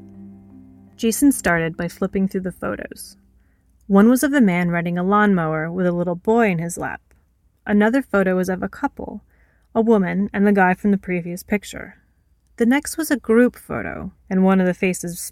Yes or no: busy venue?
no